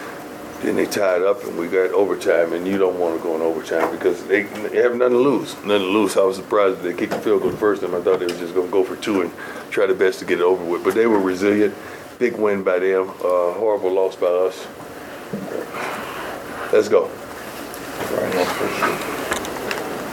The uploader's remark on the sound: Post-game press conference. At Folsom Field.